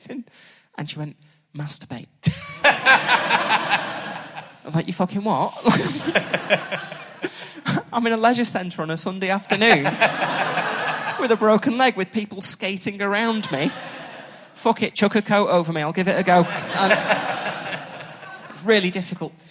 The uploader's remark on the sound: back at the Manchester Podcast Festival